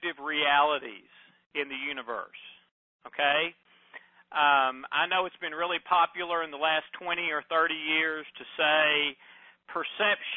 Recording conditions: phone line